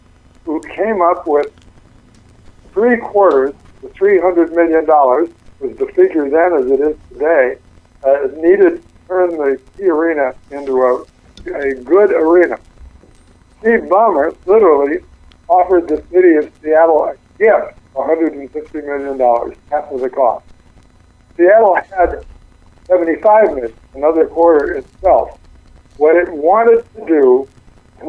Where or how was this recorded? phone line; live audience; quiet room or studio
phone line